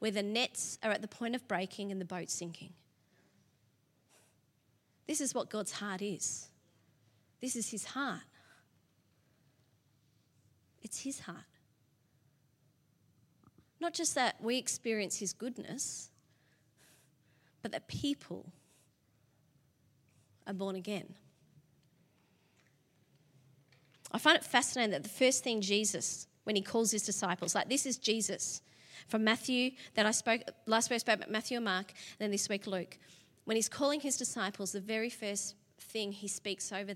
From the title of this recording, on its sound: LIVE at Echo Church